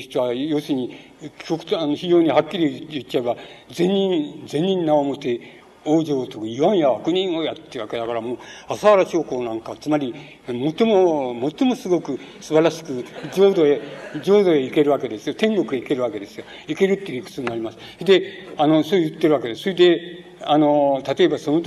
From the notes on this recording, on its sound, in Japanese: 場所：山梨県立文学館講堂。山梨県立文学館で行われた シンポジウムにおける講演。音源は主催者提供。